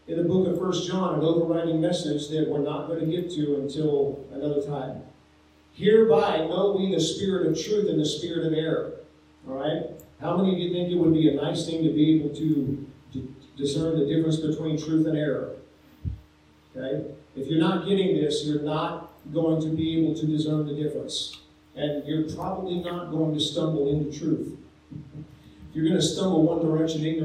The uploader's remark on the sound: Sorry for the poor sound quality on this episode.